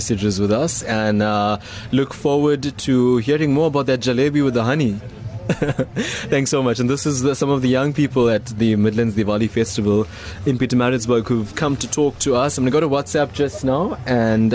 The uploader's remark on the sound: live from the Midlands Diwali Festival